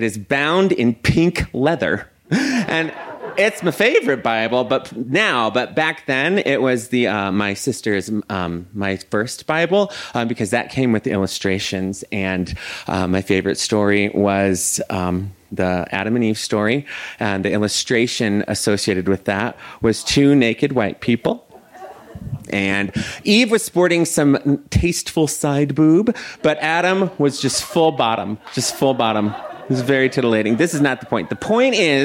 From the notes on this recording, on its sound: This story was recorded live at Buntport Theater